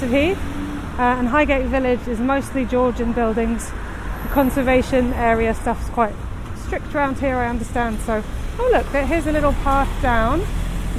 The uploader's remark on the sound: Join her out and about as she captures those small, magical moments of everyday life, in sound. Highgate High Street, Part One.